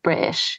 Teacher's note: instead of British, it's got a glottal stop